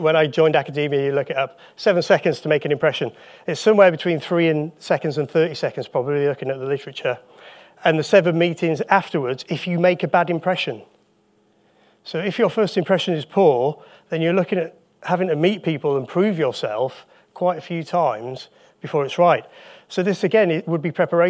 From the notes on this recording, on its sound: Live Recording taken from the UKSCA Annual Conference